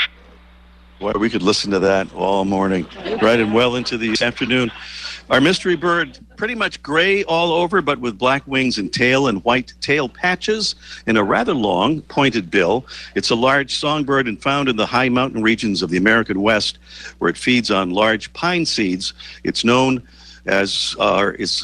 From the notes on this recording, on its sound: Our latest show comes from the L.L.Bean/Maine Audubon Birding Festival in Freeport, Maine — featuring on-site guests from Maine, and Alberta, Canada.